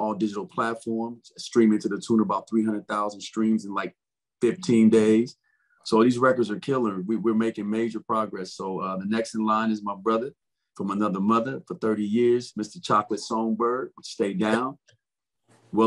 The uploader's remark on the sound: Recorded via Zoom.